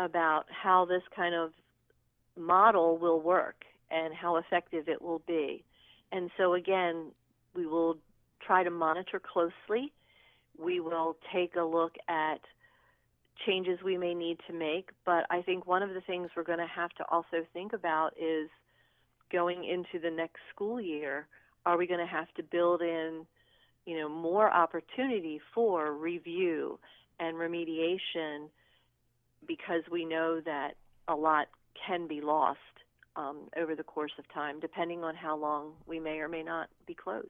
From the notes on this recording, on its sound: by phone